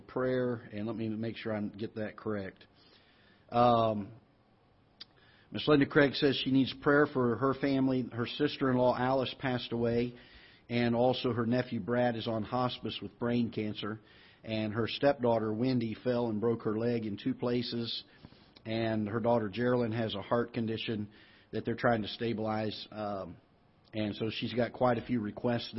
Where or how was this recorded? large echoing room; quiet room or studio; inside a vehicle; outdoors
large echoing room